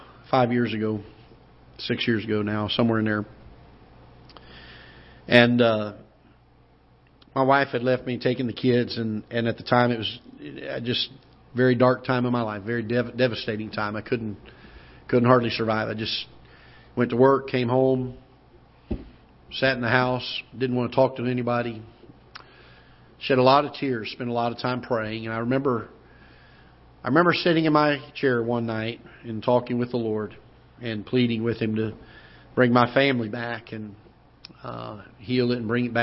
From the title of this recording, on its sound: Ketha Heights Baptist Church ~ Live Broadcast